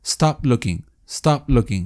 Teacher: Digo stop looking, stop looking. Entonces no termino de pronunciar la p · stop looking, no suena el final de stop. Es como que lo detengo, se frustra. · Term: unreleased